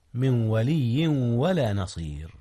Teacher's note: أدغم نون من في واو ولي، من ولي ولا نصير. · Term: إدغام